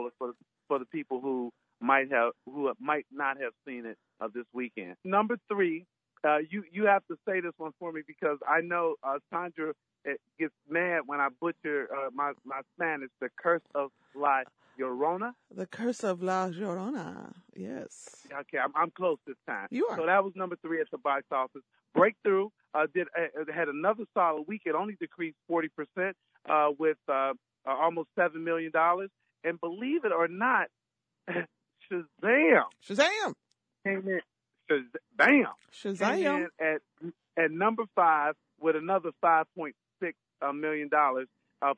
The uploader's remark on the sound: joined us on the phone